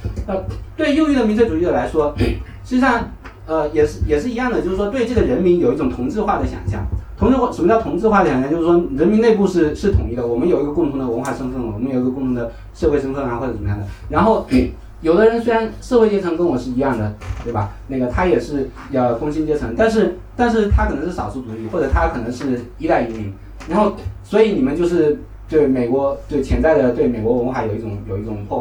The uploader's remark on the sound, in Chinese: 选·美》在北京举行了一场线下活动